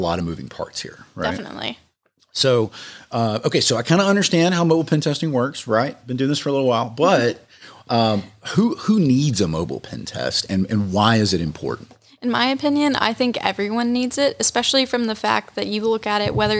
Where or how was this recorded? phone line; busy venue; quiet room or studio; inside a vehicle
quiet room or studio